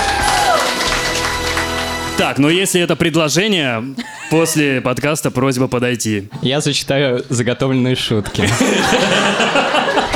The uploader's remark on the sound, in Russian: Лайв-запись подкаста. Выкладываем нашу открытую запись.